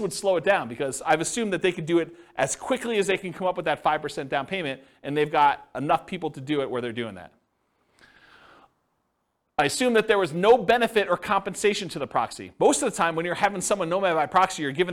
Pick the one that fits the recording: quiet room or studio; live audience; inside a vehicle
live audience